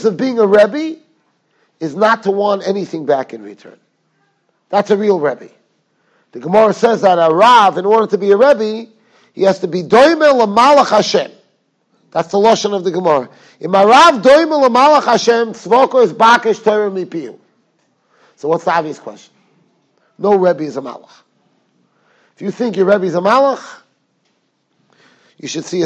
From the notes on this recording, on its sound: Shiur recorded in Yeshivas Ohr Reuven, Monsey, NY.